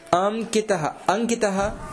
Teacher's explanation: अतः कवर्गे अनुनासिकवर्णः कः इति ङकारः · Term: परसवर्णादेशः